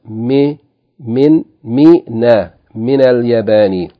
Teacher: so we add a vowel to the noon of min, it becomes mi, min, mi, na, min al-yabani.